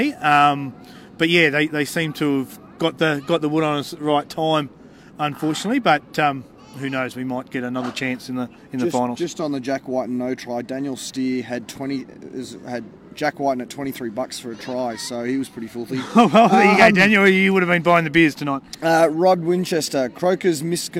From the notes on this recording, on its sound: on location at Canberra Stadium, right after the game